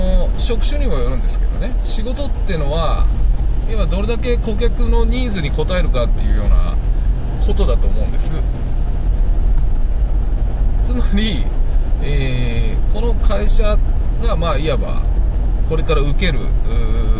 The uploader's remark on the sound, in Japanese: 運転中。夜の車の中でなんかちょっとアツくなっちゃいました。